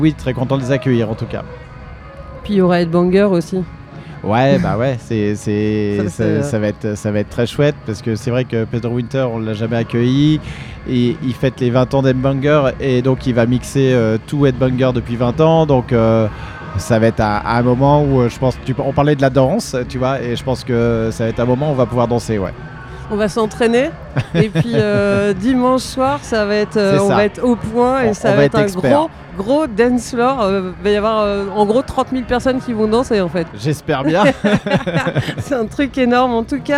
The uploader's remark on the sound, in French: En direct de l’espace presse du Festival Beauregard 2023 à Hérouville-Saint-Clair (14) avec les radios associatives musicales en Normandie de L’amusicale.